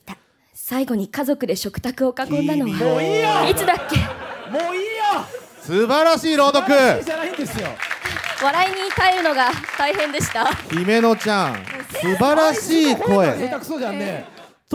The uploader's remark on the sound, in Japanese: 東京アナウンス学院から公開収録（２週目）。